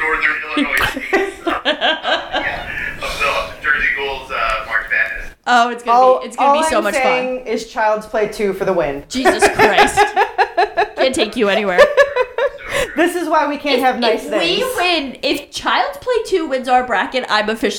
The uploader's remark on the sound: We apologize for the audio, we had some technical difficulties remote broadcasting.